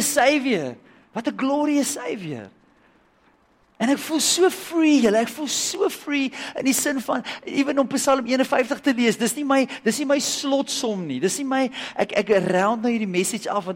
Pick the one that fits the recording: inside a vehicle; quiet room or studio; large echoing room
large echoing room